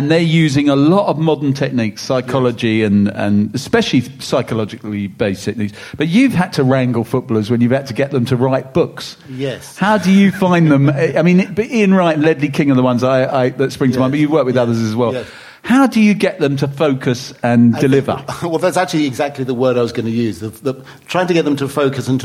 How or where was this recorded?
busy venue